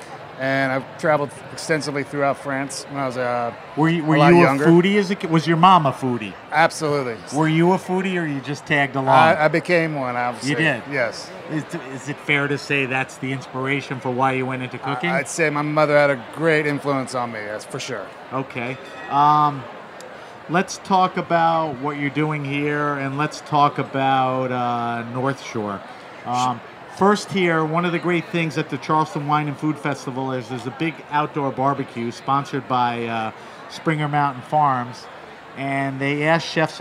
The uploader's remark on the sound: At Charleston Wine + Food. Over the campfire. HRN On Tour.